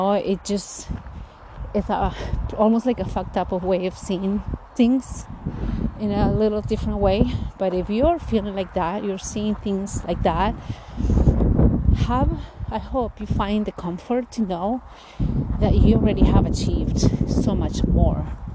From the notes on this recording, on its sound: I recorded this episode in one of my morning walks. This episode will have some wind and background noise as it got a bit windy in some areas of my hike.